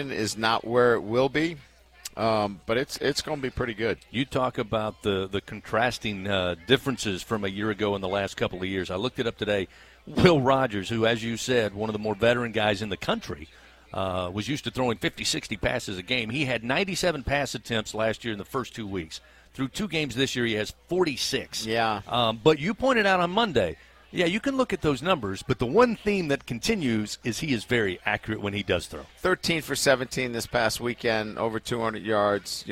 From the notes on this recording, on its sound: A one-hour radio call-in show. Is aired live from TJ Ribs on Acadian Thruway.